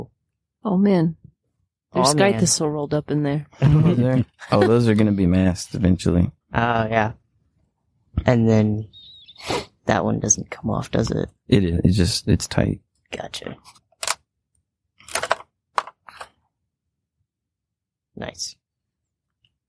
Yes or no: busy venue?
no